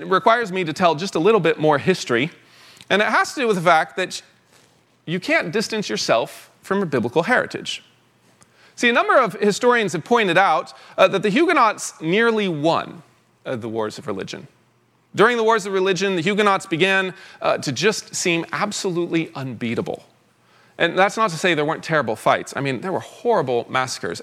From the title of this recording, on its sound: 2023 Fall Conference Talk #1